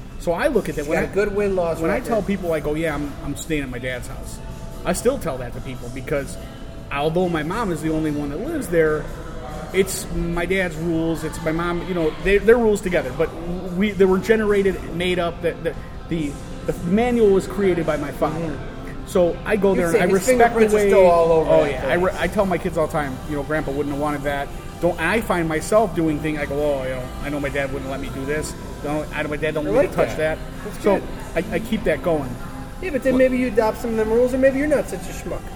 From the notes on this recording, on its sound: At #RegionAle in Schererville, Indiana.